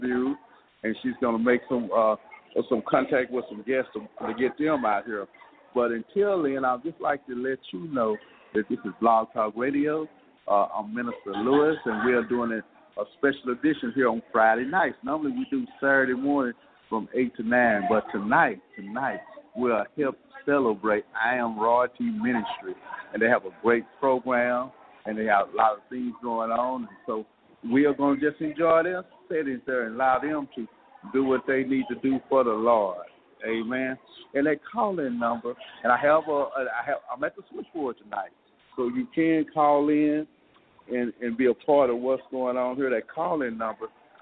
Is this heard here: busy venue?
yes